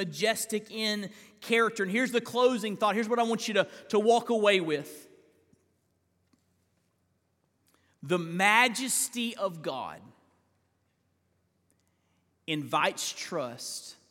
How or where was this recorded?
large echoing room